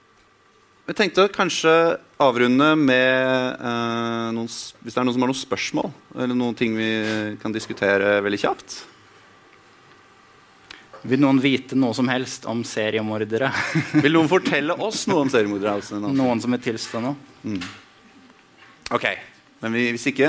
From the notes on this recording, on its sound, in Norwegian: Live på Oslo Podfest 2019. Opptrer live fra Oslo Podfest 2019 på Blå.